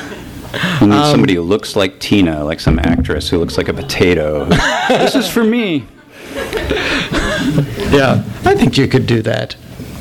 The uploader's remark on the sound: After a slideshow presentation. For a discussion and Q&A! THIS EVENT WAS RECORDED LIVE AT SKYLIGHT BOOKS.